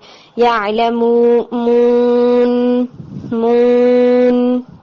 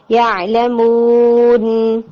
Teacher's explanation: सारी की सारी ऑलरेडी नेजल कैविटी के अंदर है, तो या वाव को क्लियर बोले विदाउट गुन्ना · Shown in: second take · मून, और फिर हिट करके आप नेजल कैविटी में साउंड लेकर